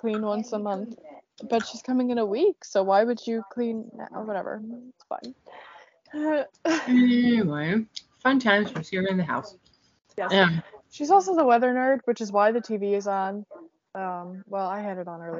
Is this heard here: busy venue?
no